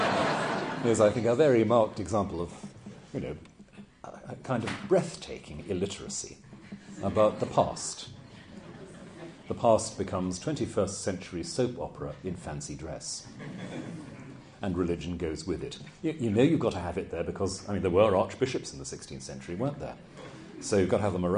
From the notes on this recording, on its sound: Took place in October 2008 at the University of Chichester Bishop Otter Campus. Below is a recording of the Q&A session after the lecture.